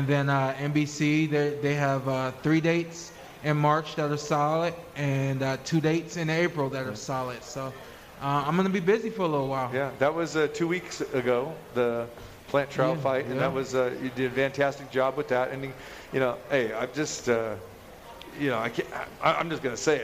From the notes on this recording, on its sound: Live From The Cosmopolitan.